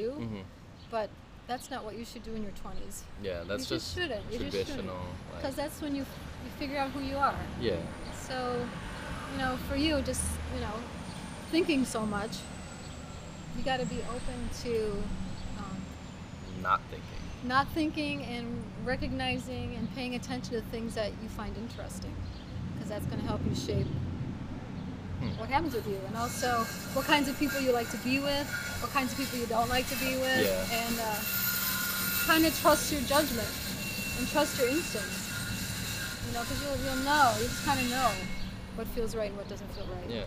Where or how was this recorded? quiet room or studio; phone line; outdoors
outdoors